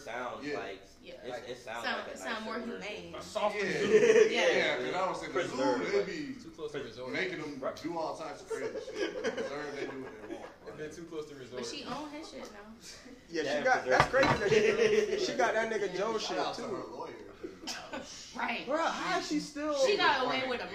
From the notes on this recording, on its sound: Squad Studio Audience. WE GOT AN AUDIENCE!